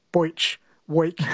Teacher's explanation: Bruce says there seems to be a difference in accent between Northern and Southern Australia. Southerners tend to pronounce the E sound as an oi, like boich, weak.